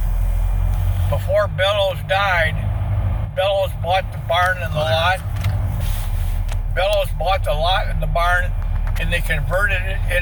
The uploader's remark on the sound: Catawba Island Driving Tour